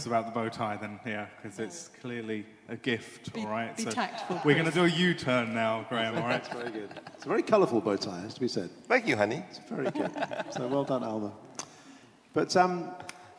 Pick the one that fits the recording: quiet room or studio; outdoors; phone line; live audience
live audience